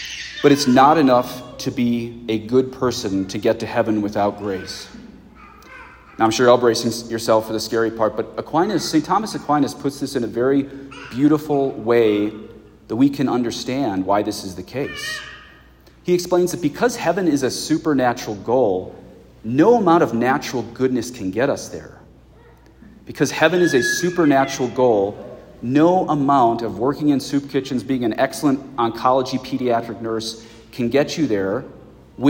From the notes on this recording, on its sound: the funeral sermon I preached at my parents' parish at a Mass in English